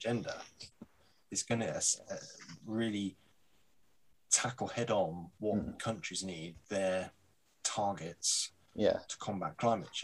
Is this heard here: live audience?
no